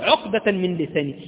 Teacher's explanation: لما جاءت قبلها الواو لم تنطق الهمزة · Term: همزة وصل